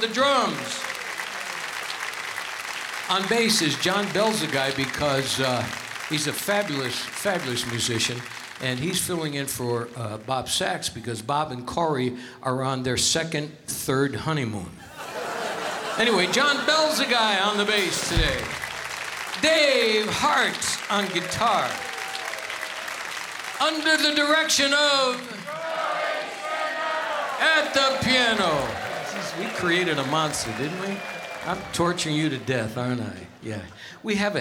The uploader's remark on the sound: Live at the South Point Casino